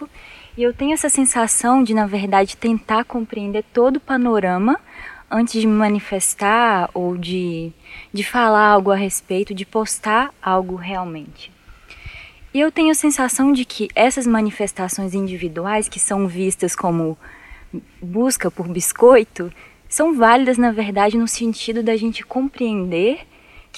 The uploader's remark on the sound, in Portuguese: Direto do Parque Estadual do Caracol em Canela, no Rio Grande do Sul, no primeiro episódio do Introvertendo com convidados gravado presencialmente em anos.